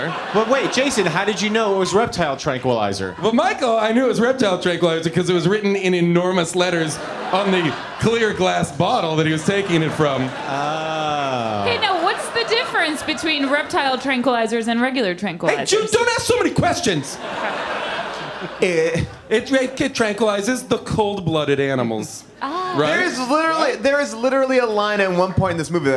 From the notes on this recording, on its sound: Recorded live at the Bell House